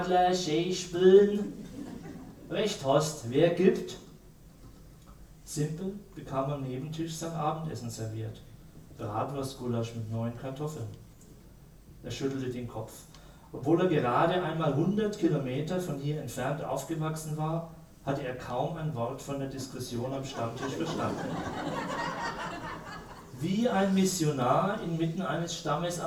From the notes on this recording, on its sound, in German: Ein Live-Mitschnitt der Buchpräsentation. Von einer Buch-Premiere einen Hörbeitrag.